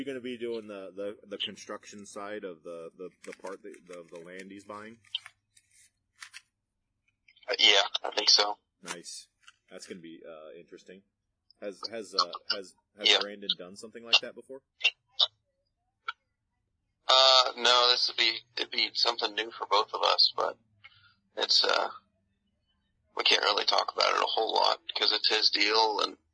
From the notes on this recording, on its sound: Come at you with a completely remote podcast. We apologize for the atrocious audio quality but we made it happen with the tools we had available.